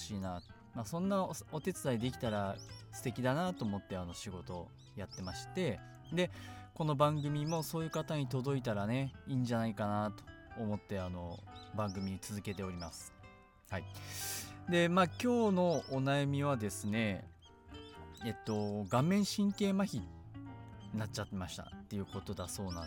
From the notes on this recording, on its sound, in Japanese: 今回はいい天気の時に庭で録音しました。鳥の鳴き声が入っていますがBGMと思って聴いてください。